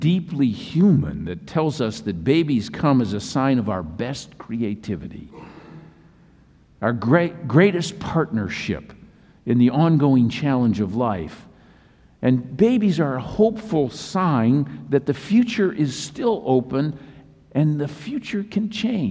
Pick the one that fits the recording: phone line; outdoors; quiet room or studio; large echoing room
large echoing room